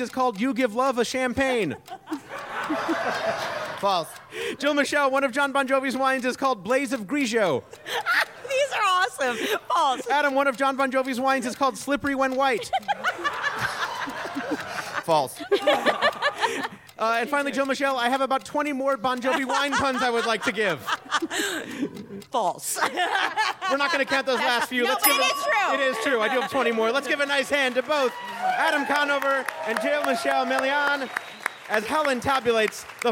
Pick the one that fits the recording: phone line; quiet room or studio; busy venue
busy venue